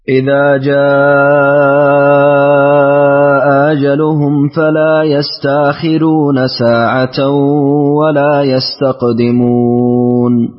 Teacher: الآن لورش يشبع المد المتصل كما هي قاعدته أو مذهبه